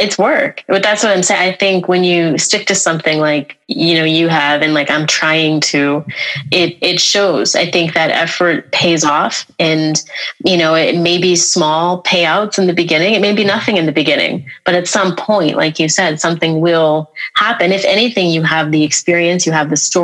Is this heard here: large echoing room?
no